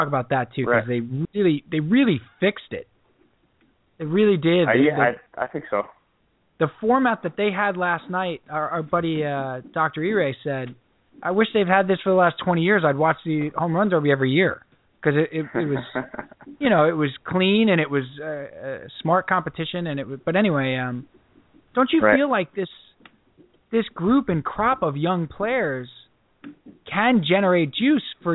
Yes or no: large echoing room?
no